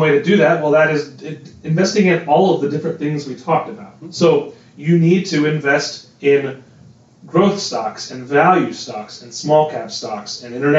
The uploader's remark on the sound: Please forgive any audio irregularities. There were some technical difficulties while recording.